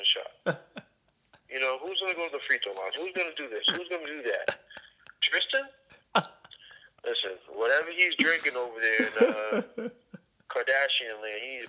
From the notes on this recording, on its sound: live call